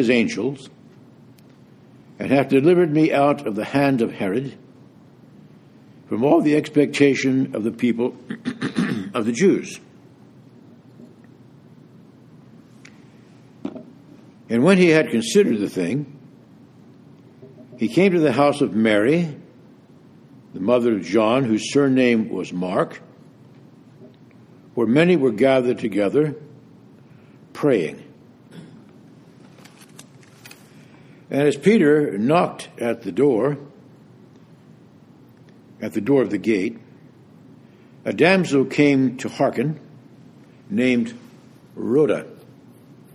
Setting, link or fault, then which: setting, large echoing room